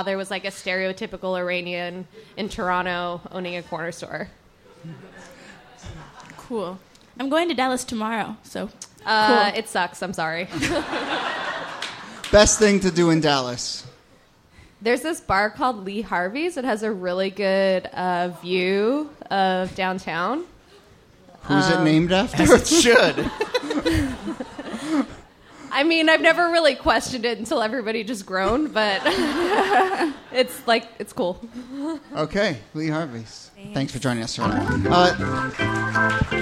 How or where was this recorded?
live audience